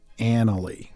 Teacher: the stress is on the first syllable, but it takes a short vowel sound, like the name Ann